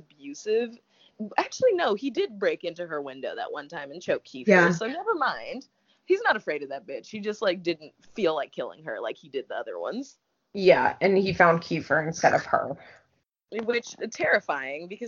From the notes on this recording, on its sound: Please excuse the not-amazing sound quality. Had extreme technical difficulties and had to improvise.